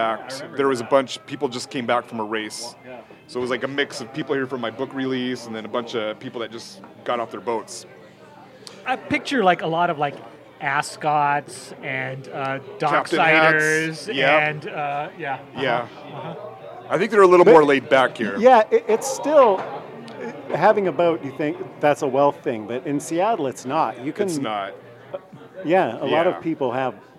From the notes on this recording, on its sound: Recorded live at The Sloop Tavern in historic Ballard, a stone's throw from the Ballard Locks.